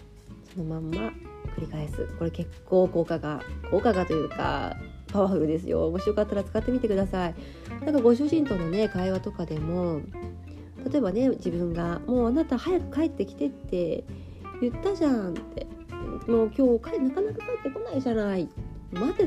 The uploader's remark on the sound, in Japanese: スズメの声が入っていたら良いなと思って窓辺で収録しました。